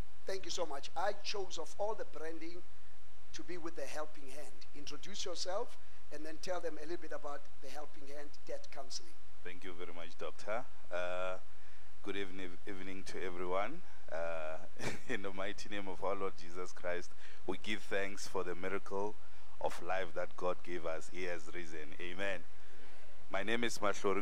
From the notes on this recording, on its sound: at God's Tabernacle Christian Family Church's evening service on the 09 of April 2023